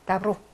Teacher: 강세가 없어서 얘가 아발음 나는 거지 쓸 때는 오라고 쓰셔야 됩니다.